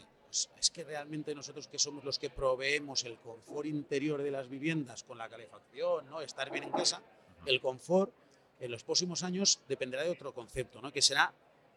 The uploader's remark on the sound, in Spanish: entrevistas que gravamos en la pasada Conferencia Española del Passivhaus en Valencia